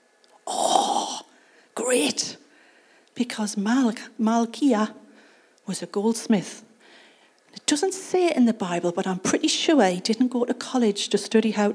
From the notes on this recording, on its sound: Recorded at Acorn Community Church on Sunday 29th October 2023